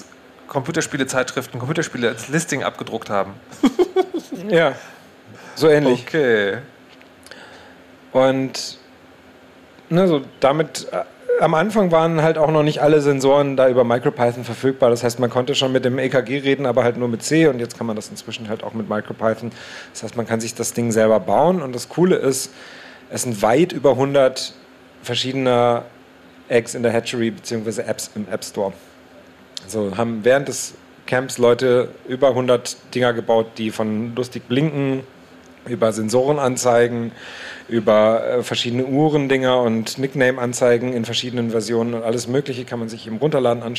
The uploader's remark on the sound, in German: Chaos Communication Camp 2019. Es ist wieder Camp und das Chaosradio ist zu Gast, live on tape auf der Three-Headed-Monkey-Stage.